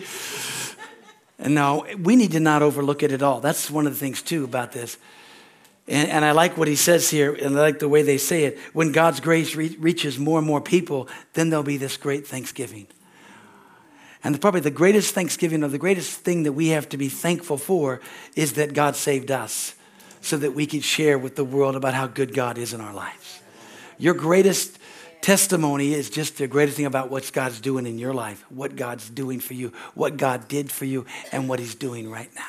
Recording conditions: large echoing room